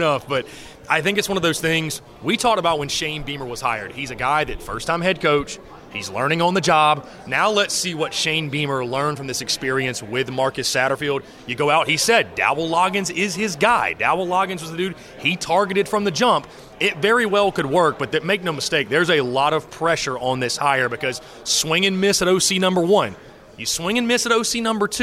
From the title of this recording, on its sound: LIVE from SEC Media Days